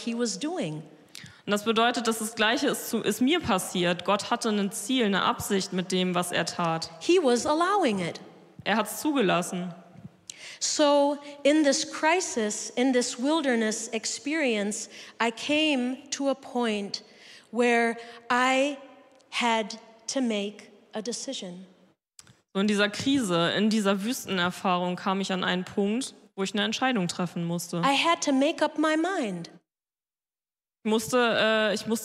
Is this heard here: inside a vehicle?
no